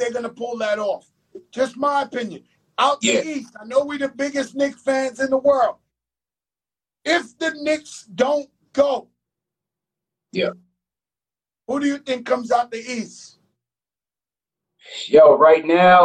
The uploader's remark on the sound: on IG Live